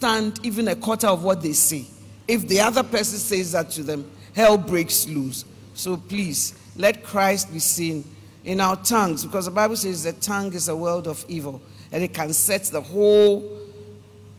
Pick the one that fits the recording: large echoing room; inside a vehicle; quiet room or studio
large echoing room